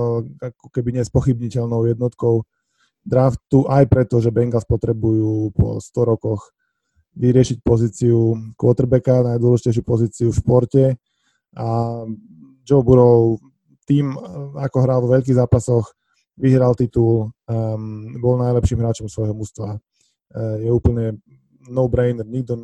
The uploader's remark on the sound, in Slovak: Zvuk je záznamom zo zoom konverzácie, je to žiaľ počuť.